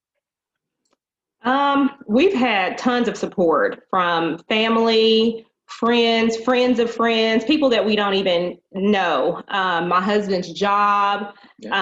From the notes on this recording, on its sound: This time we Zoom with a special young man